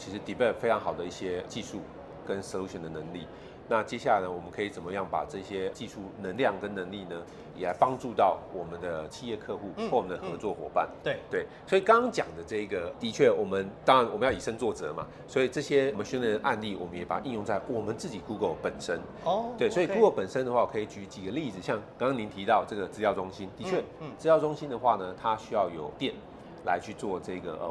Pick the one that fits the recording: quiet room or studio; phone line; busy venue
busy venue